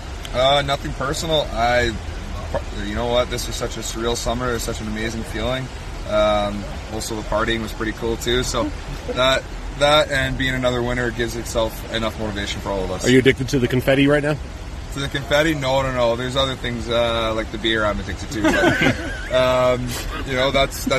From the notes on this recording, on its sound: on the golf course at the annual VGK Tournament at the Wynn Hotel & Casino